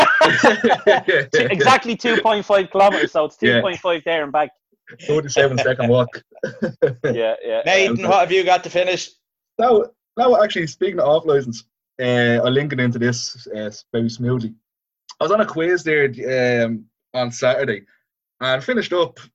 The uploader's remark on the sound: Zoom Chat